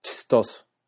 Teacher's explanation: con la I ensordecida y la O parcialmente ensordecida, chistoso. Trastes puede ser trastes o trastes, con la ensordecida, trastes.